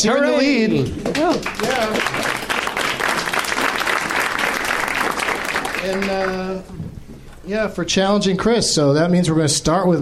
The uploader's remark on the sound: Recorded live at the NerdMelt Showroom in Los Angeles, California on February 22, 2015.